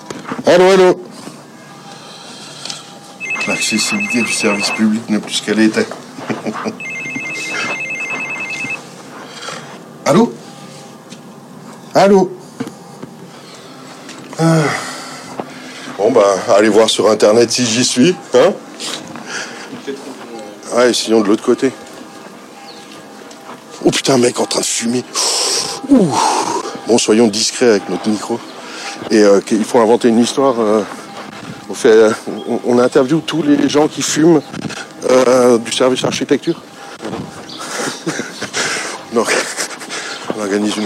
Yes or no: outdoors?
yes